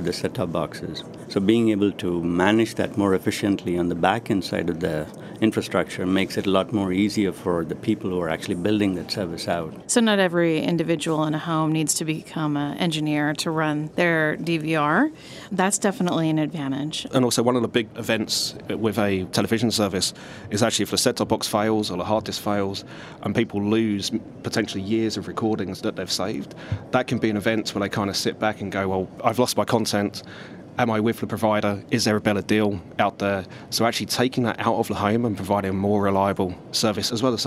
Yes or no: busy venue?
yes